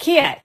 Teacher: What happens is that started sounding like ah. So ah, the cat vowel had to move, and the only place it can move, because it's in the low part of the mouth, is up. So it started to sound more like kiet.